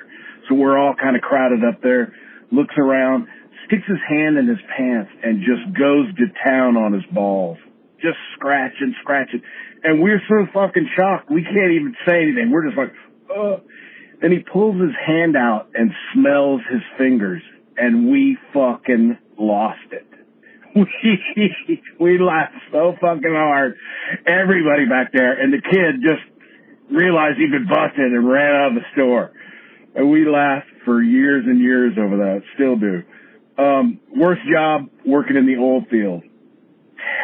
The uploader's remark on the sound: I'm not sure why the sound isn't great, I apologize for that.